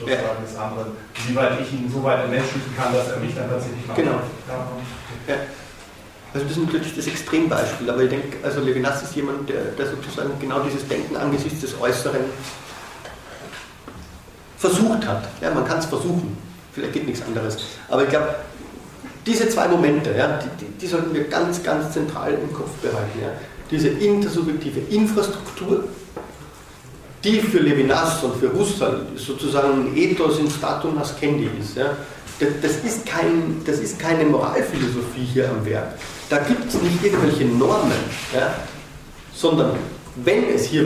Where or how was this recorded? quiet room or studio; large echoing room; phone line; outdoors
large echoing room